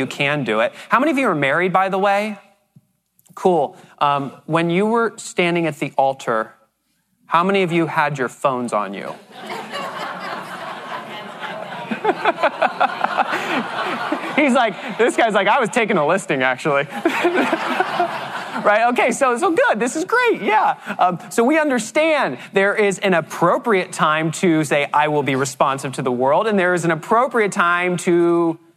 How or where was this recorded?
live audience